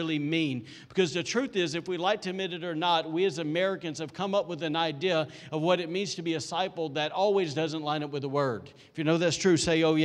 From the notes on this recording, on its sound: recorded on Sunday, September 13, 2020, during service at The Anchor Church in Rockport, Maine.